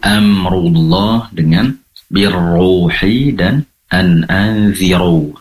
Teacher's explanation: cara menebalkan ro yang memiliki sifat tebal atau mufakhom dengan cara mengangkat pangkal lidah ke atas